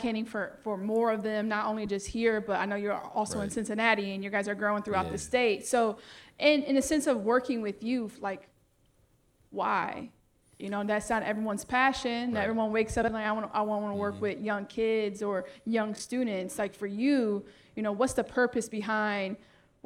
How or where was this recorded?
live audience